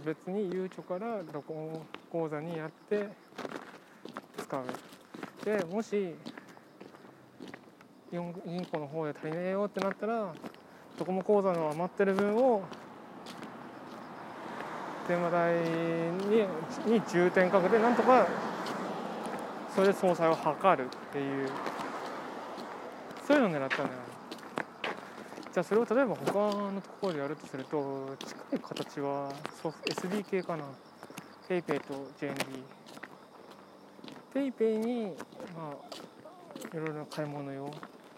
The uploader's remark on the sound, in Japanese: 通勤時，バスを降りてから職場まで歩く時間に，iPad miniのボイスメモを回してみる。